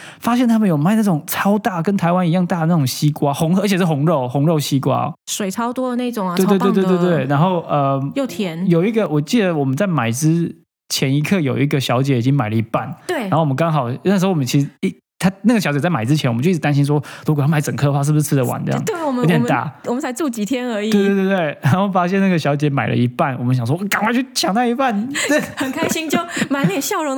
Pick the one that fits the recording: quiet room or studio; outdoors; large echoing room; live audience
quiet room or studio